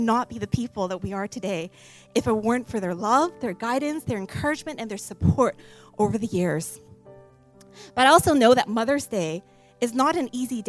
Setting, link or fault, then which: setting, large echoing room